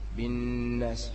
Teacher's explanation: هذه نون مشددة دائما فيها حركتان، بالناس هكذا تقول، ليس بالناس، بالناس.